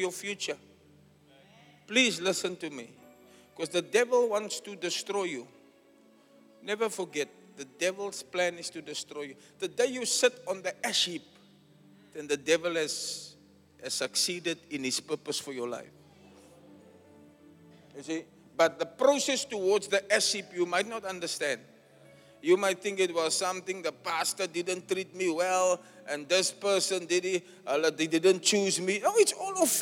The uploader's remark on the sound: Preached at Zion Sanctuary, Cape Town on the 4th June 2023